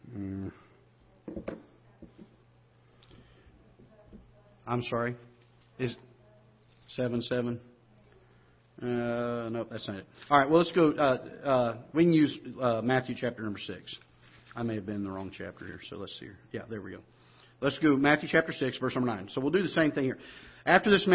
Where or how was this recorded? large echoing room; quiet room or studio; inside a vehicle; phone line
large echoing room